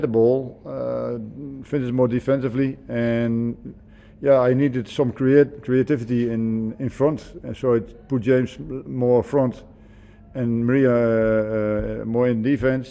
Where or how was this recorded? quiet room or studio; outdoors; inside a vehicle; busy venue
busy venue